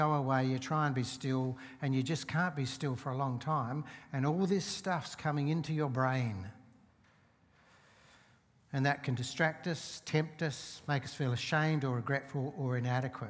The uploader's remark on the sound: Seeds Church Live